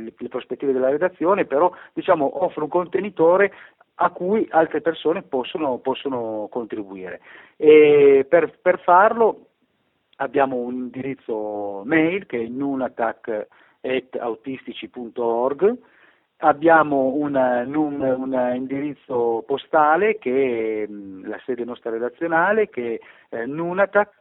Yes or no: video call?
no